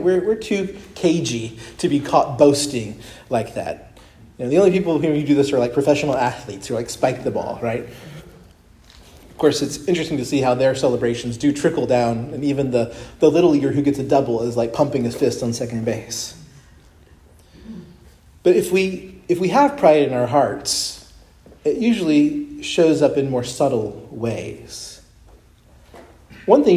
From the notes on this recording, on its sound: preached at Christ Our Savior Baptist Church